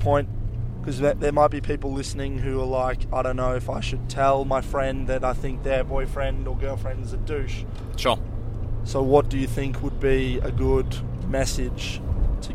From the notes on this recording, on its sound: please excuse the background noise and odd jolt of the car